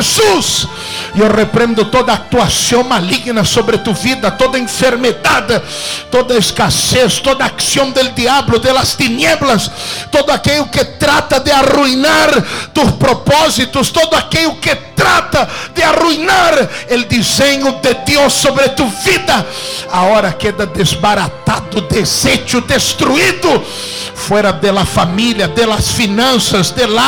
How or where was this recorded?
large echoing room